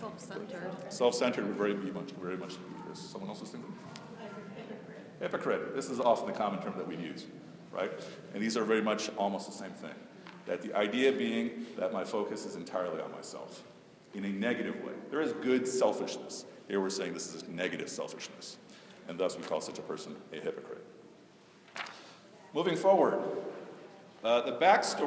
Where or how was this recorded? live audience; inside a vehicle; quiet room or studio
live audience